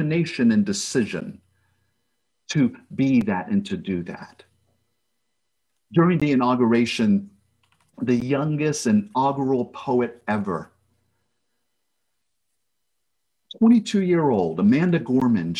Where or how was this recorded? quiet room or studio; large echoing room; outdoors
large echoing room